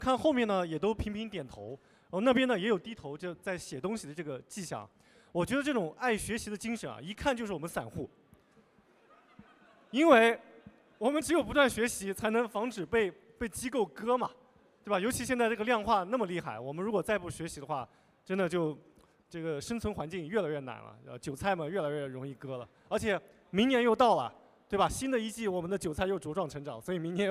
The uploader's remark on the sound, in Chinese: 在2023雪球嘉年华的“第二现场·厚雪场”。活动展台被观众层层裹住，没抢到凳子站着听完全程的观众占了半数。我们注意到现场有好几位观众时不时用纸笔记下要点。